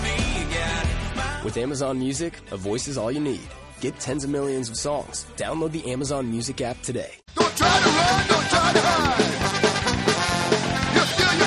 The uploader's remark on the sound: We did our monthly call-in show this week and took your calls for an hour.